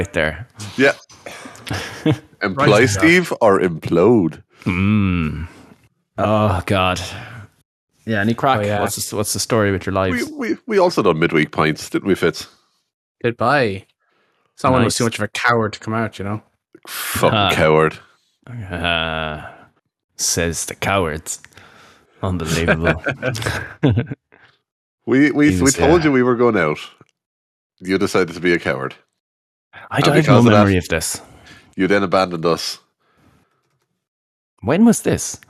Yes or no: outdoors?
no